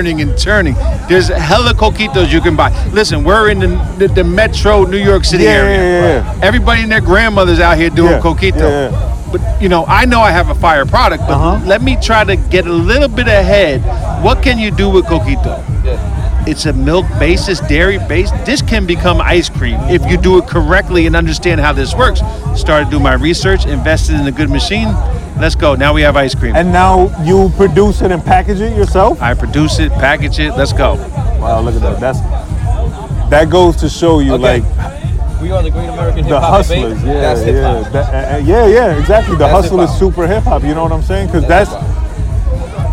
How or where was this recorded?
busy venue